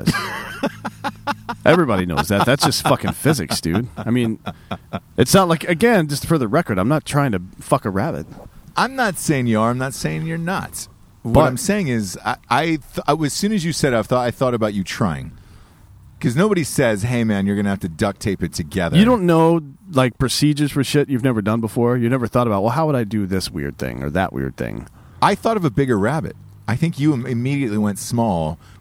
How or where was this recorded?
outdoors